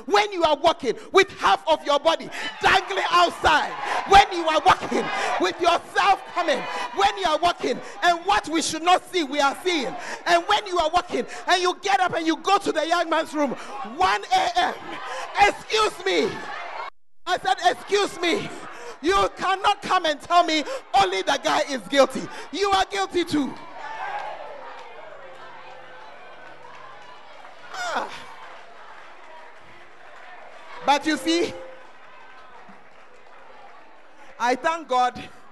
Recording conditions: large echoing room